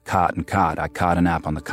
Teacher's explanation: half of Americans rhyme the words C-O-T and the words C-A-U-G-H-T, right?